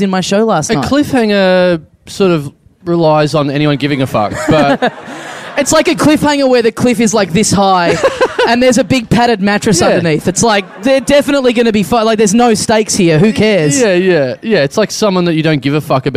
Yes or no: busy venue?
yes